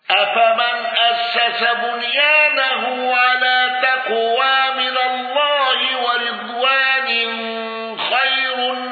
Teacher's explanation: شعبة بضم راء رضوان وسكون راء جرف. دليل رضوان بضم الراء من متن الطيبة، رضوان ضم الكسر صف، أي قرأ صف وهو شعبة بضم راء رضوان، الباقون بكسر الراء من القيد.